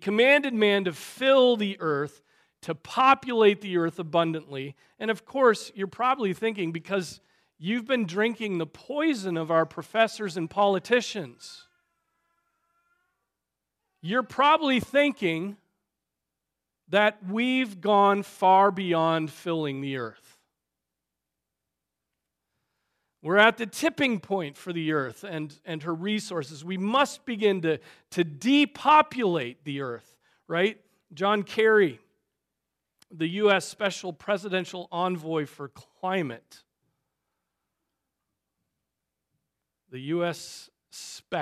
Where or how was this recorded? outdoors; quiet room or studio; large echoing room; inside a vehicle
large echoing room